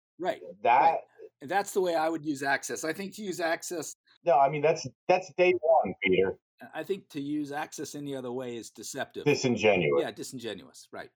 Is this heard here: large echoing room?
no